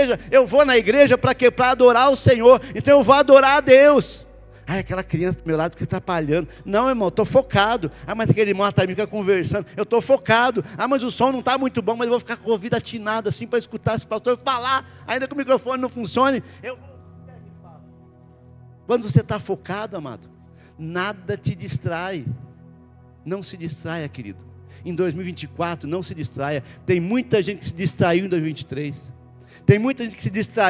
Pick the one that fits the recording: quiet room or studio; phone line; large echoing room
large echoing room